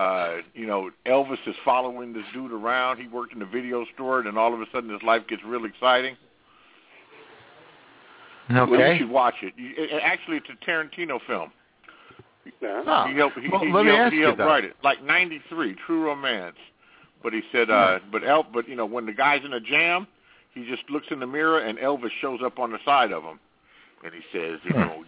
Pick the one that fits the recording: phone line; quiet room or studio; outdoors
phone line